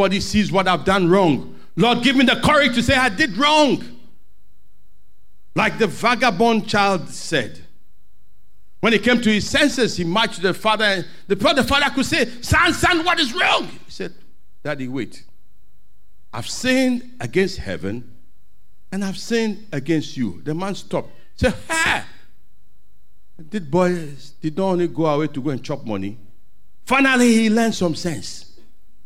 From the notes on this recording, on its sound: Sermon preached at CBC Shiashie Campus.